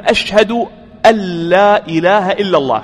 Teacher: نون ساكنة وجاء بعدها ماذا؟ حرف اللام، فيكون هنا إدغام، فنقول أشهد أن لا إله إلا الله، هي تكتب أن لا ولكن تنطق أن لا إله إلا الله.